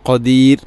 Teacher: ഖദീർ ഖദീർ അല്ല ഖദീർ, റായിനെ തർഖീഖ് ചെയ്യുക, നേർപ്പിക്കുക